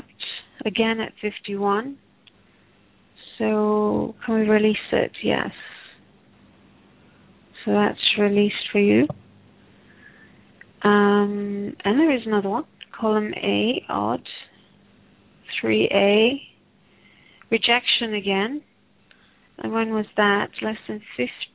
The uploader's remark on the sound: Takes your calls for healing live today!